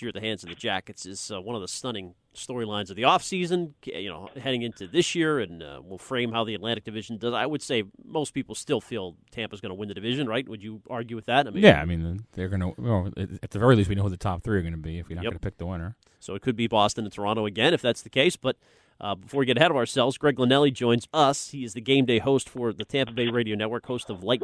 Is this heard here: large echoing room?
no